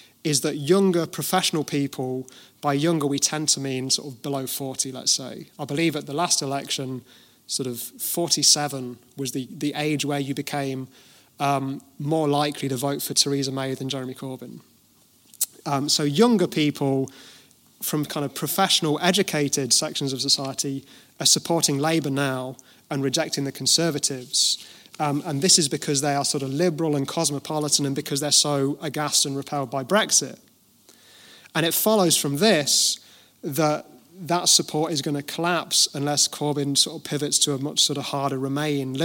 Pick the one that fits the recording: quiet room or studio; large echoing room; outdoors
large echoing room